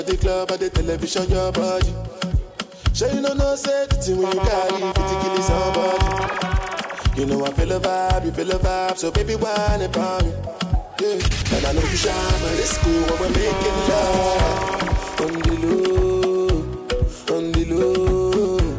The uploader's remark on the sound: LIVE AT ISLAND SATURDAYS ON OCTOBER 19TH